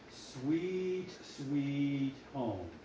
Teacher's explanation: So really think about that T going to the H.